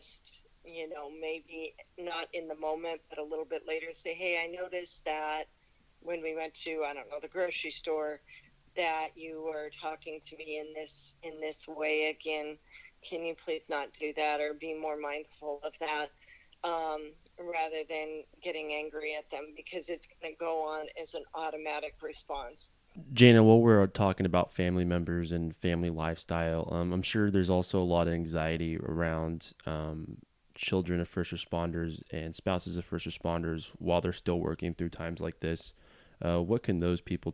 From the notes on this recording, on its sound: Talk over the phone due to the coronavirus pandemic.